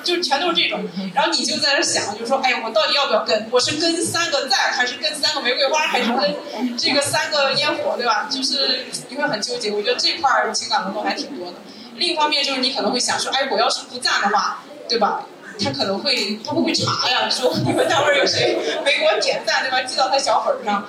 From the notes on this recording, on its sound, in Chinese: 现场观众写的纸条